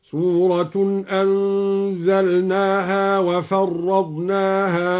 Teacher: قرأ الدوري بتشديد الراء للمبالغة